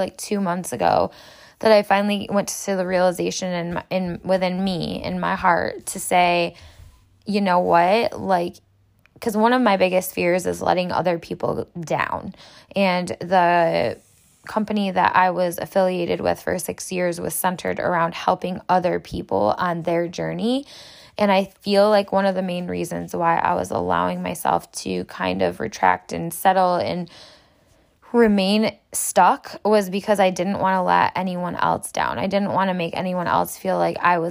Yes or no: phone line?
no